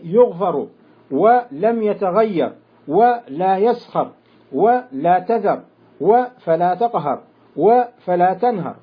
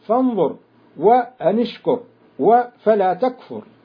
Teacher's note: وأما الراء الساكنة المتطرفة فتكون كذلك بعد فتح وبعد ضم وبعد كسر، فمثالها بعد الفتح يغفر ولم يتغير ولا يسخر ولا تذر وفلا تقهر وفلا تنهر، ومثالها بعد الضم فانظر وأنشكر وفلا تكفر. فلا خلاف في تفخيم الراء في جميع ذلك لجميع القراء